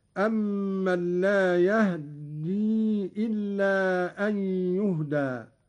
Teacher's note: قرأ قالون باختلاس فتحة الهاء، وهو اختلاس الجزء الأكبر من الفتحة مع السرعة، وله أيضا الإسكان، وكل من الاختلاس والإسكان ورد لغة وقراءة هكذا: أمن لا يهدي إلا أن يهدى.